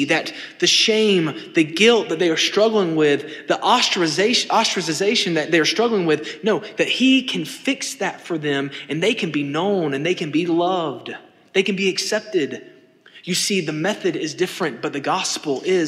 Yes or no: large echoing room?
yes